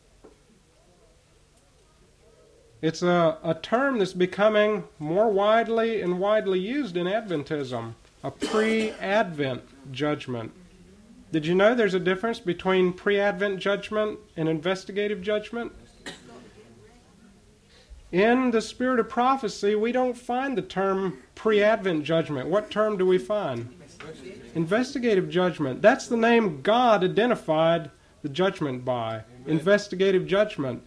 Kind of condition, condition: setting, large echoing room